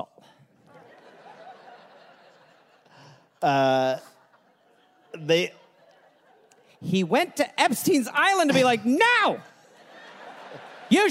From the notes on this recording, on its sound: Recorded live in San Francisco.